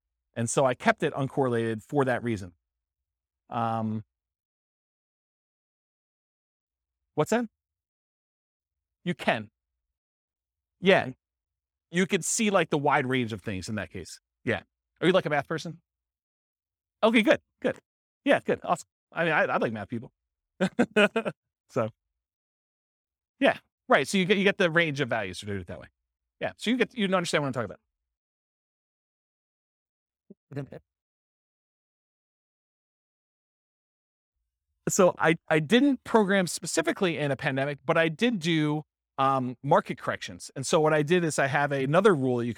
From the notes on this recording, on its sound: This was a live class recorded